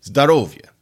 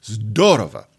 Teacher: you take the accent and you put it on the first syllable · Shown in: second take · So zdorovye instead zdorova.